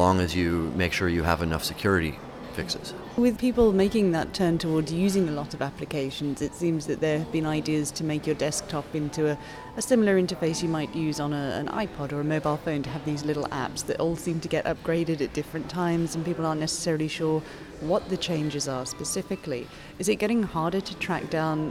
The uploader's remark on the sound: special audio for you from the newly concluded 3rd Arab Bloggers Meeting in Tunisia